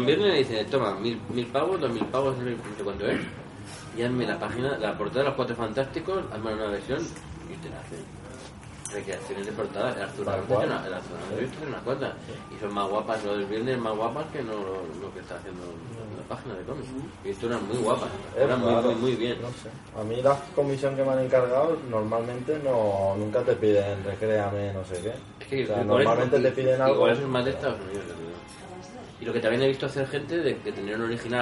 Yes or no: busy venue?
yes